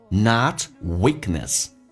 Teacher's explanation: not 的 T 去掉，这叫略音，后面是以辅音开头，前面的辅音不发音